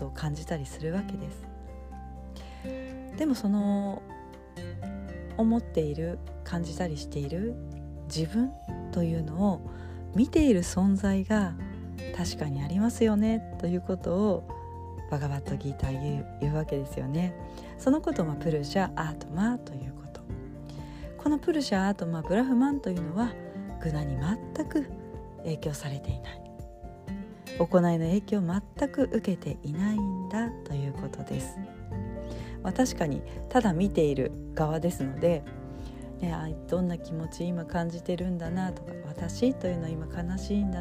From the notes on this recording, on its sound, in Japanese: 今日は、スマホ収録になりました。音声がいつもと違うかもしれません。